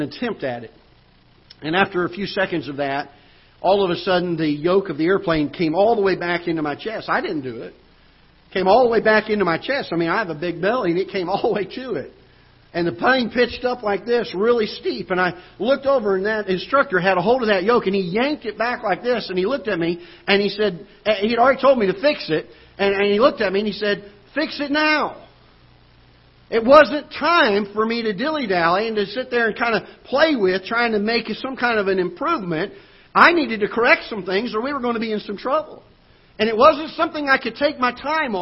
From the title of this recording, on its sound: Ketha Heights Baptist Church ~ Live Broadcast